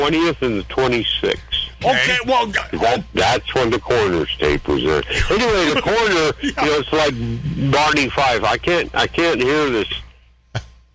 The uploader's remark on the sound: A Ribald, unplanned phone call